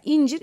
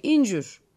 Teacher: Son hecedeki i üyeleşiyor. · Shown in: second take · Mesela incir, incür diyorlar genelde.